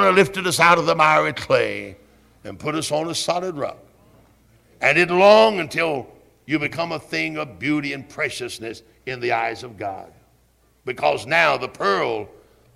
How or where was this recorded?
large echoing room